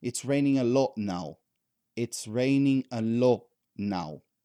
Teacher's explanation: If you cut that T from the word lot, that's still okay because this is intelligible, understandable. And many native speakers do this, as a matter of fact.